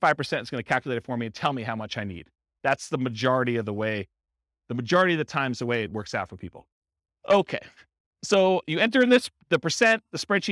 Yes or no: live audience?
yes